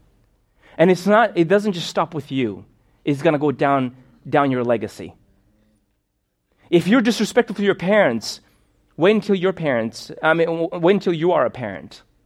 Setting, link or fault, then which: setting, large echoing room